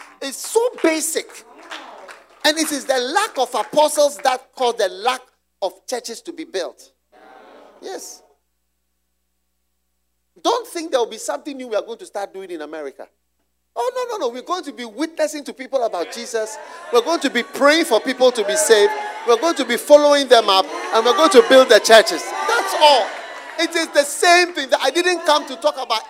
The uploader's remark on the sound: Preached at the Use It or Lose It Camp, USA.